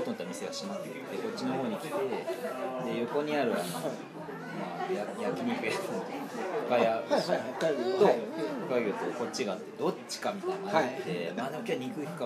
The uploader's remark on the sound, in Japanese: 東中野にあるSunday Jam's Clubで収録させてもらいました！今回はSunday Jam's Clubさんにご協力いただき、店内で収録させていただきました。(特に序盤)声が小さくて聞き取りにくいかもしれません(ごめんなさい)。